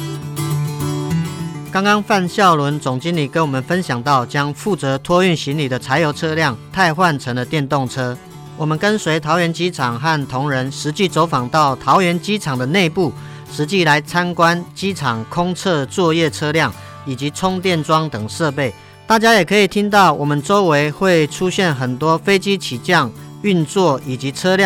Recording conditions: busy venue